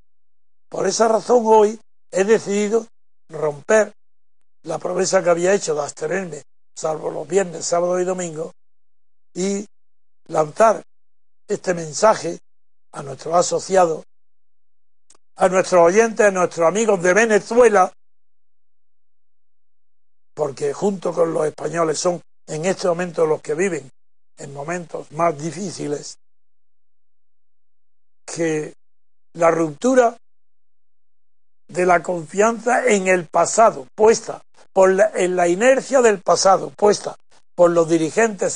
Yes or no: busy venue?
no